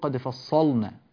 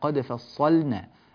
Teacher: اللام من كلمة فصلنا مرققة وليست مغلظة · Shown in: second take · لا نقول قد فصلنا، لا، قد فصلنا.